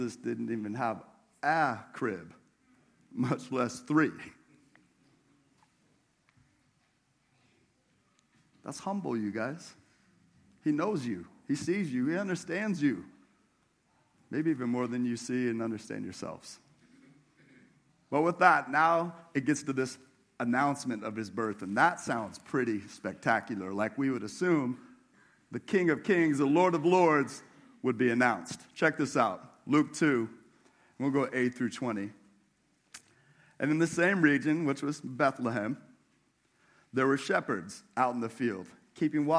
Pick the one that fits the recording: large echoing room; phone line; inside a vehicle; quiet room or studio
large echoing room